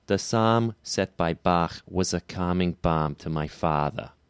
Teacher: The short O, what's spelt with an O, it's the sound ah in most dialects, in New York City has a very bright sound. You might recognize this from the inland northern dialect, the kind of sounds of the northern cities shift, places like Buffalo, Rochester, Chicago, Detroit.